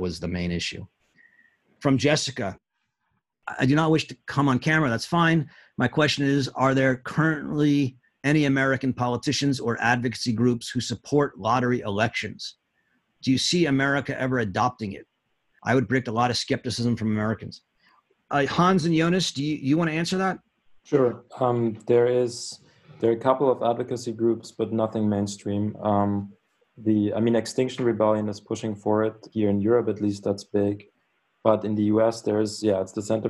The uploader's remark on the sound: Giving a talk and leading a discussion over Zoom.